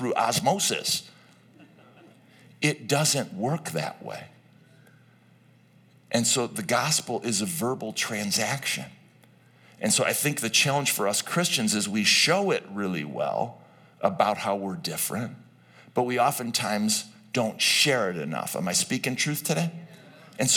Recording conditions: live audience